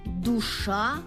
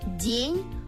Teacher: Один из них твердый «д» в словах «дружба», «душа», а другой мягкий «д» в слове «день».